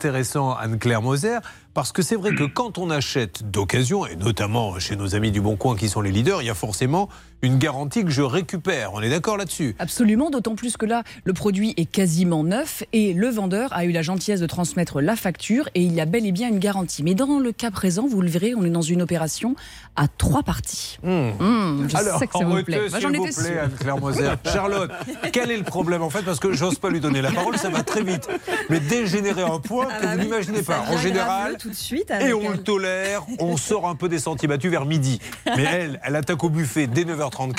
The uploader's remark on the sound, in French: Par téléphone. Sur RTL.